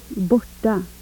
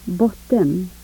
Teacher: a series of retroflex sounds which contrast with non-retroflex sounds in the same position